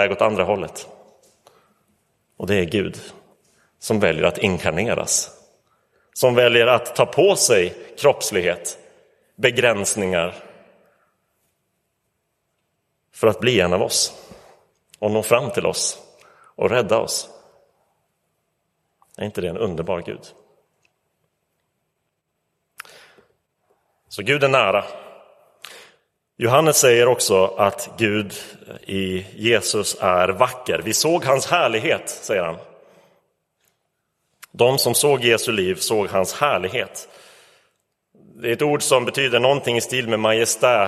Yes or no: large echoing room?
yes